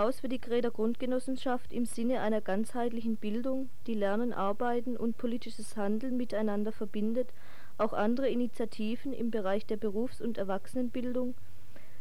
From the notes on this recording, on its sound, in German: RDL Badische Antenne 28.10.1982. Achtung, sehr leise Aufnahme!!!